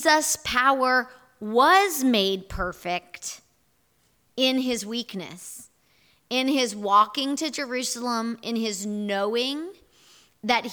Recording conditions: large echoing room